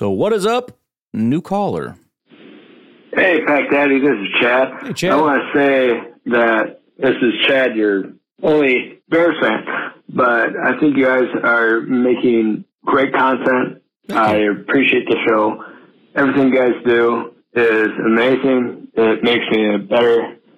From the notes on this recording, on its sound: Fans call in with their passionate reactions